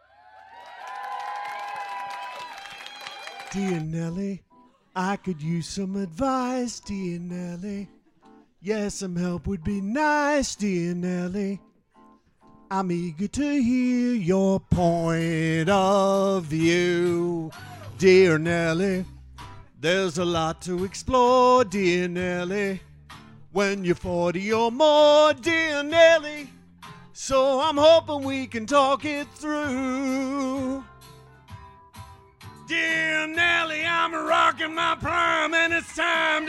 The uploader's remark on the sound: SPECIAL LIVE RECORDING. A recording of the sold-out Live Show. It was recorded in front of a live audience.